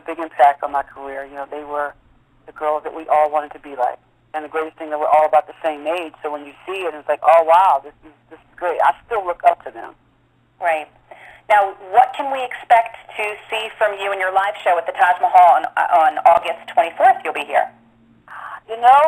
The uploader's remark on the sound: Conference Call interview